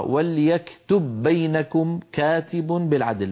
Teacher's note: التقى في النطق باءان، والأولى من البائين ساكنة فأدغمنا الباء الأولى في الثانية فصارتا باء واحدة مشددة · Term: الإدغام